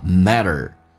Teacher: 在美式发音当中，两个元音中间所加的辅音要被浊化,T 说成 D,叫 matter。No matter where you are, U 跟 R 可连可不连，要连的话，元音跟元音之间的连音不是加 W,就加 Y。那很显然这个加个 W。叫做 youare，也可以不连叫 you are，都对的。Life sucks no matter where you are， So don't be fooled by location changes.